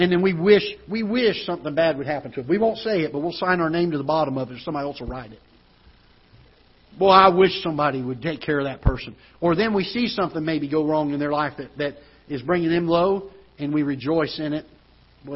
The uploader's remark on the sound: Ketha Heights Baptist Church ~ Live Broadcast